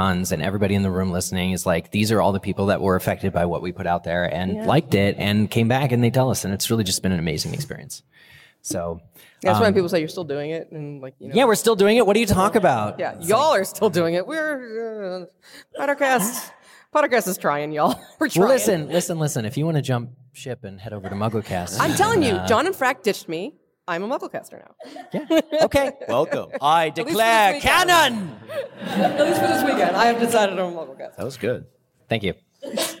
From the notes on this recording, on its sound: This LIVE recording from LeakyCon 2023 at McCormick Place in Chicago IL! Our audience-participatory mega show.